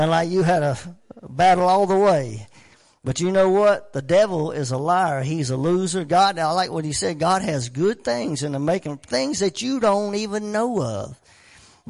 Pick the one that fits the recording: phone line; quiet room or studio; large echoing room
large echoing room